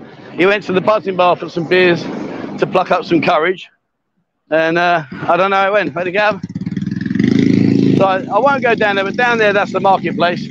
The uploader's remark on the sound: LIVE walkabout but not in Pattaya